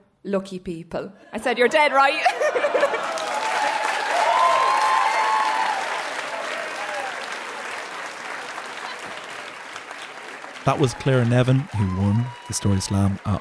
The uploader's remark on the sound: stories recorded onstage at The Dublin Story Slam